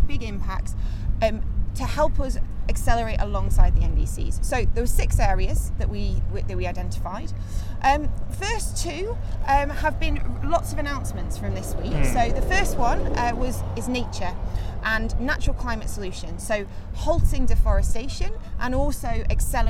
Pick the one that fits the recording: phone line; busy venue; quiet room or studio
busy venue